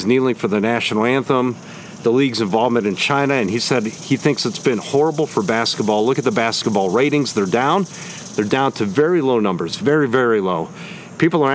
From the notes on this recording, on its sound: I took the show on location...outdoors at Hiram College!